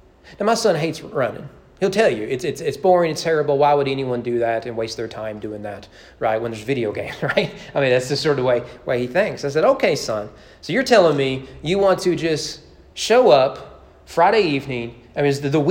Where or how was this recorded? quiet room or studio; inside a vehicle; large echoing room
large echoing room